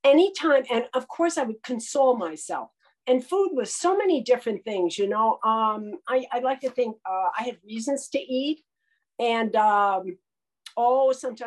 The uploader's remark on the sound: This audio talk by a member of GreySheeters Anonymous, a 12-Step program for food addicts. Spoke on the Sunlight of the Spirit Zoom meeting.